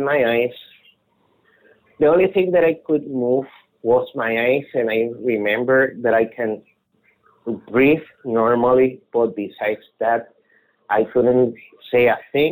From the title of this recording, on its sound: Open Caller Night